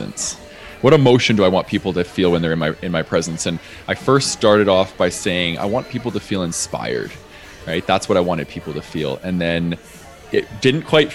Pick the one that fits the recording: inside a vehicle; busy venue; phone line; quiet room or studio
busy venue